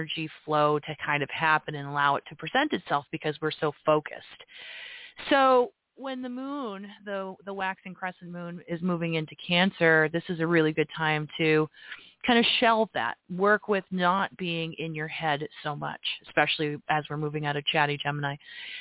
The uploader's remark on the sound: This live program leaves room for callers to ask astrological questions and have their chart read.